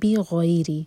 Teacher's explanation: غین heavy, ساتھ میں یا ہے فتح کے ساتھ، تو مدلین بنا. بغیر، رو کے نیچے کسرہ تو رو باریک.